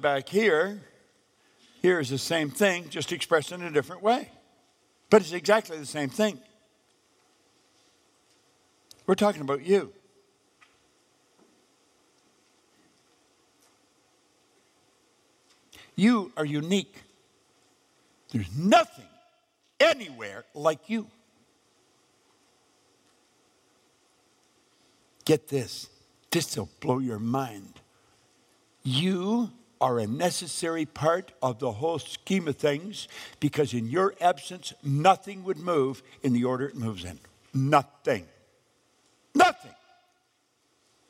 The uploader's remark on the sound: live event at The Art of Goal Creation